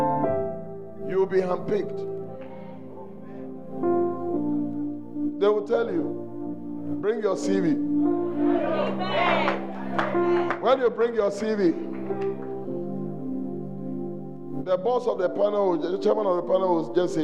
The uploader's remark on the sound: on day two at The Celebration Convention, Fountain of Life Cathedral